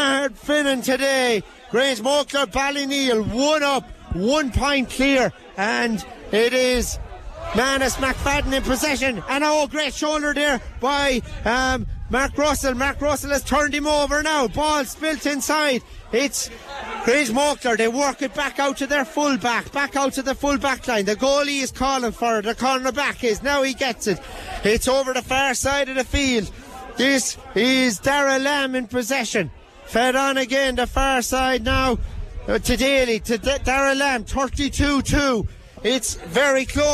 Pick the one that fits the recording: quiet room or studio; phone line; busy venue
busy venue